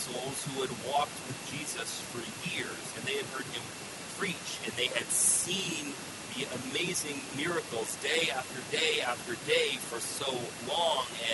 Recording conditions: poor sound quality